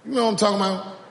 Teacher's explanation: Note how he uses rising intonation at the end of his yes-no questions.